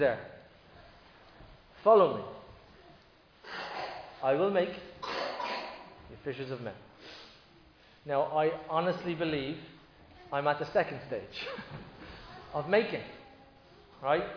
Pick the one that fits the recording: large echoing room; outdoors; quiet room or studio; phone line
large echoing room